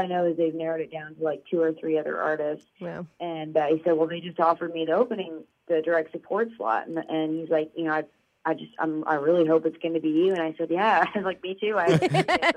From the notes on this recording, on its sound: We chat over the phone